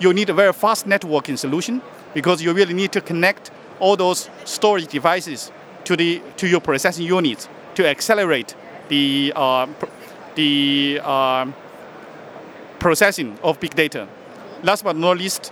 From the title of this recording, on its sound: Live from HP Discover